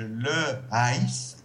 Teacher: an aspirate H, which means it doesn't have a strong puff of air · Term: H aspiré